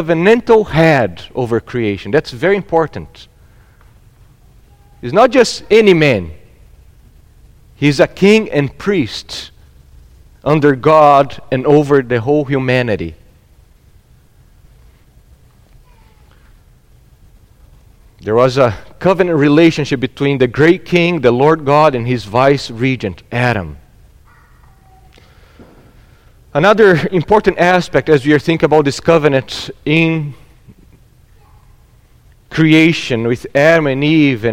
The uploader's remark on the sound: at Gracious Cross Reformed Church Salem on Sunday, December 19th, 2021